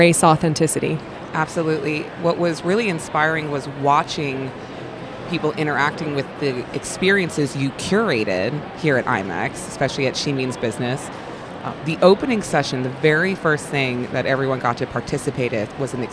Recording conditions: busy venue